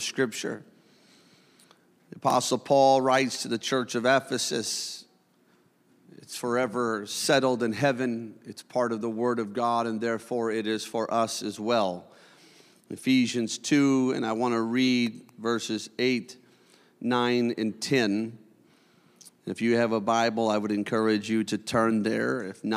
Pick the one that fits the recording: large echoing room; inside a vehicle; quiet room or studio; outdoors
large echoing room